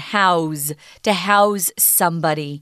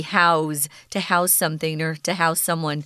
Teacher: if house is a verb, you pronounce it with a Z · Term: the Z sound